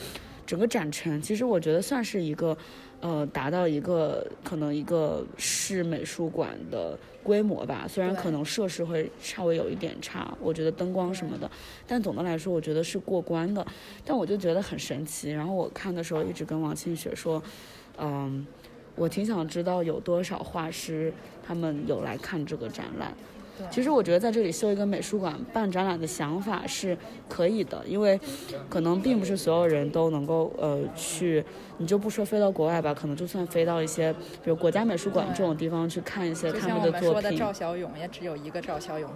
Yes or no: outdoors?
yes